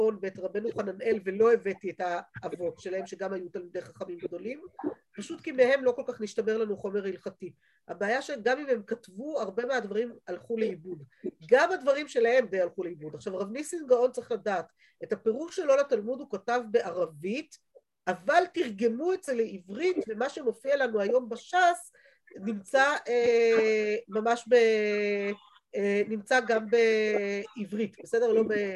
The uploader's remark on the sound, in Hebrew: שהועבר והוקלט בזום עם תלמידות מדרשת שחרי